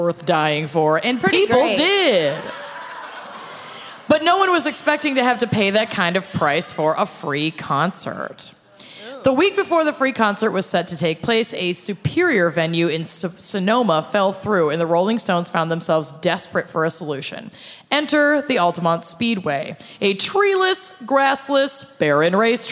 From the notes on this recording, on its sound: Music Fest Mishaps (Austin LIVE).